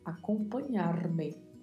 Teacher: não se esqueça de, na palavra, pronunciar o vibrato do R